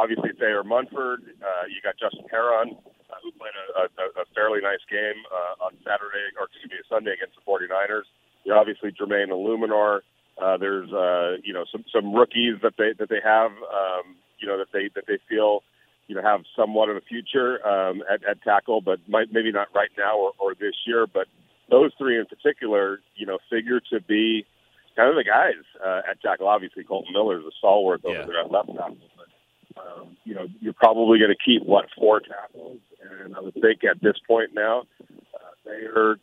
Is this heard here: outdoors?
yes